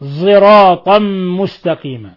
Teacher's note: والوجه الثالث بالصاد المشمة صوت الزاي